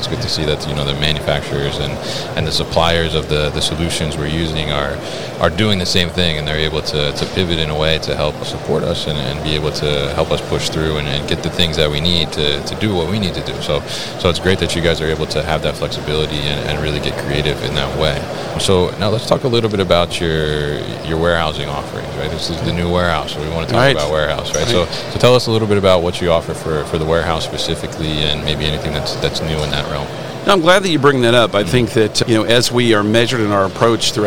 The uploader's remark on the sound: CLARK Material Handling at MODEX 2022.